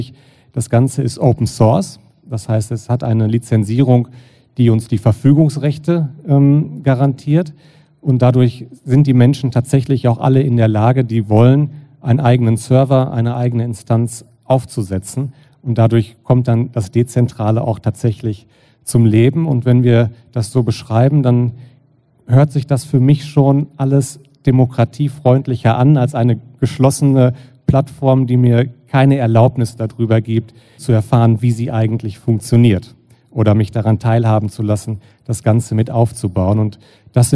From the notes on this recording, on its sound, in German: Sie wurde live auf dem KGSt-FORUM in Hamburg aufgenommen.